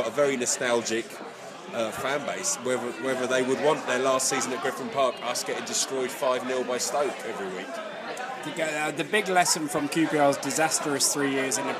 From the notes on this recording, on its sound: Pre-match podcast from the pub. Joins the Beesotted crew at The Banker Pub on The River Thames near Monument.